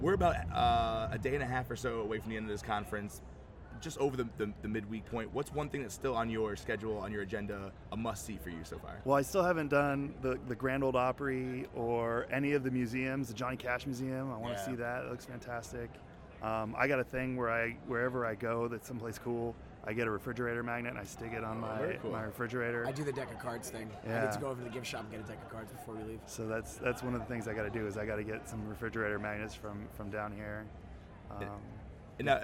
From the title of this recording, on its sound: Live from SHAPE Nashville Day 2!